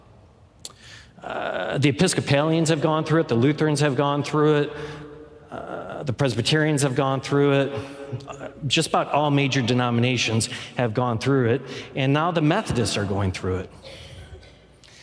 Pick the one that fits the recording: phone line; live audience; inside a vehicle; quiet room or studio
live audience